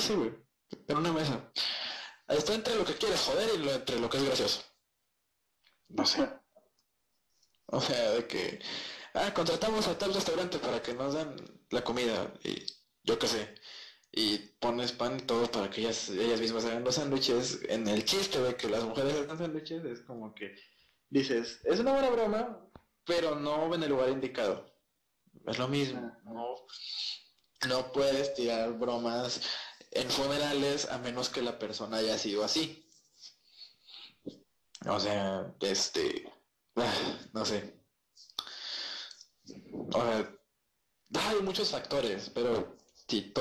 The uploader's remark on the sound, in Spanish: Lamentamos el Audio fallo.